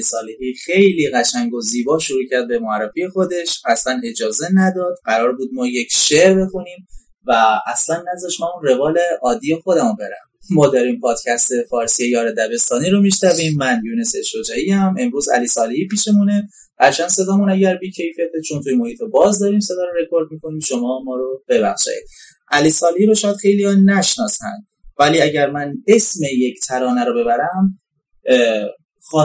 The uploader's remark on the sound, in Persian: کیفیت صدا در این اپیزود خیلی پایین هست